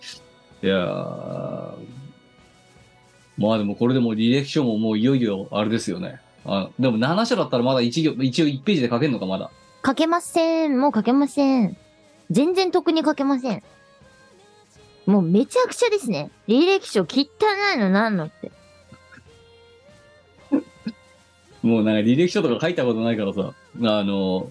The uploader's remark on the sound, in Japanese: 荷解きをしながらお送りいたします。本番組はリモート収録です。収録時環境の影響により、全体的に聴き取り辛くなっております。途中で色々とノイズ等入りますが、収録時のものです。